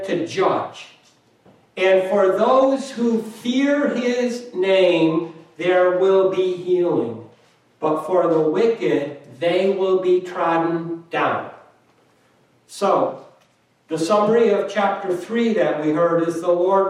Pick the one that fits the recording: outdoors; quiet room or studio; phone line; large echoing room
large echoing room